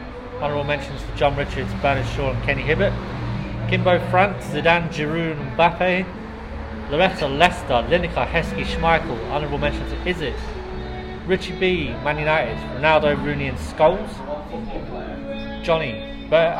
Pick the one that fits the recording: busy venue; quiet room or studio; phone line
busy venue